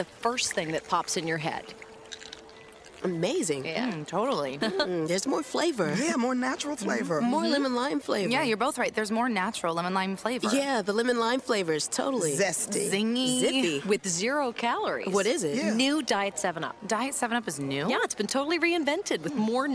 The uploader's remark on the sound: From the TAAP 2015 State Conference on Addiction Studies. At the 2015 TAAP Conference on Addiction Studies in San Antonio, TX in August 2015.